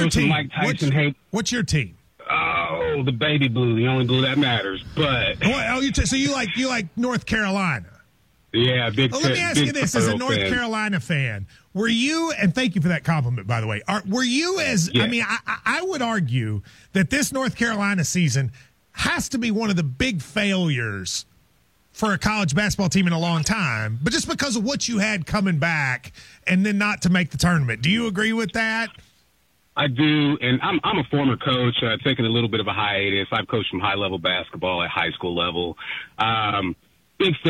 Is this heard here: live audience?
no